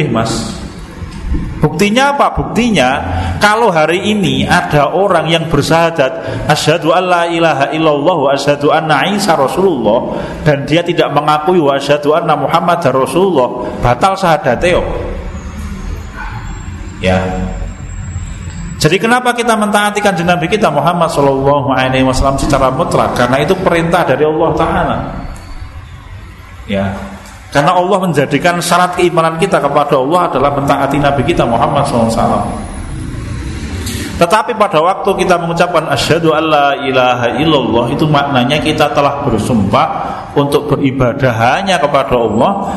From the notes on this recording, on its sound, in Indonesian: Rekaman Kajian Majelis Pengajian Islam. Di Masjid Danunegaran, Mantrijeron, Yogyakarta rutin setiap hari Selasa selepas sholat magrib sampai dengan isya yang diselenggarakan oleh FKAM Yogyakarta dan Takmir Masjid Danunegaran.